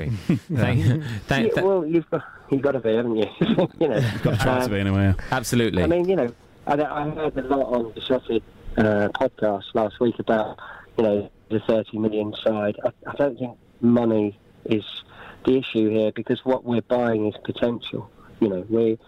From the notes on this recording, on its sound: In the studio tonight. Joining us on the phone.